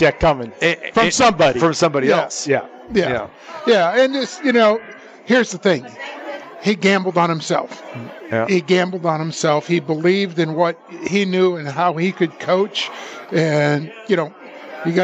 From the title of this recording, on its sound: Live from the Super Book at Westgate Las Vegas